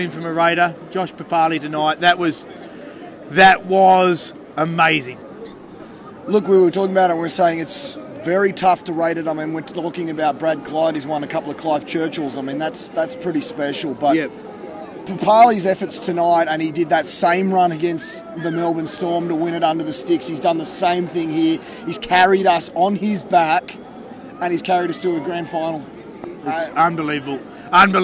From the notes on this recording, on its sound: The Greenhouse Live was on location at Canberra Stadium